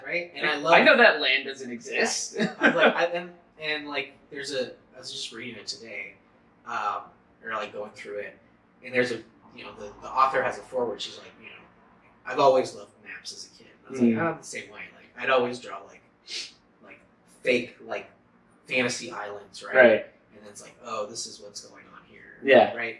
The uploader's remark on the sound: The audio is not great on this one. I was still figuring everything out.